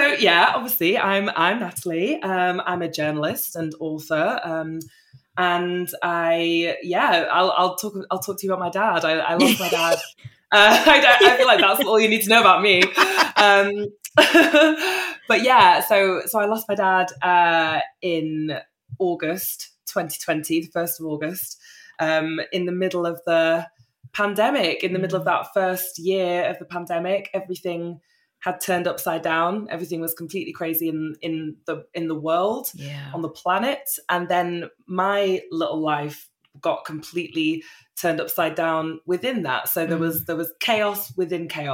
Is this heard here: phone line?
no